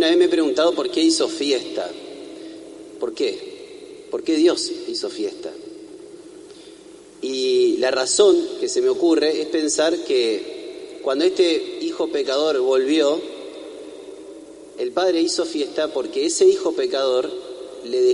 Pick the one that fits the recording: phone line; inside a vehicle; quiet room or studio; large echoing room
large echoing room